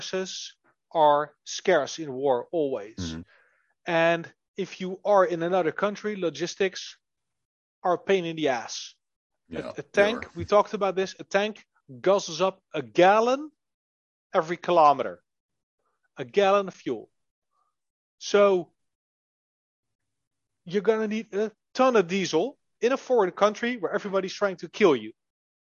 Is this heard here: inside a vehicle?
no